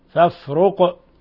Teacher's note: أيضا هنا قلقلة القاف لأنها من حروف قطب جد